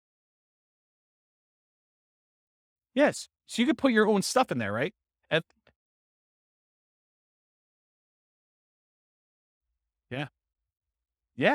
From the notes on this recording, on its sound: This was a live class recorded